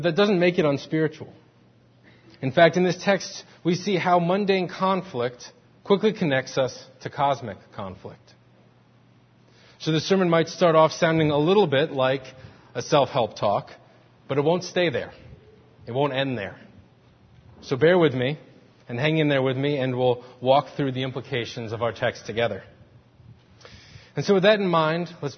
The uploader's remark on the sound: Faith Presbyterian Church – Morning Service